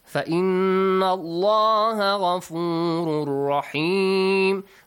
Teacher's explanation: Allah is pronounced with a heavy sound. There is a fatha before because of that.